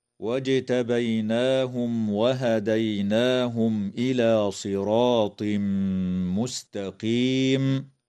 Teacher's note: تقلقل الجيم في كلمة واجتبيناهم، وتظهر الميم الساكنة عند الواو في قوله تعالى: واجتبيناهم وهديناهم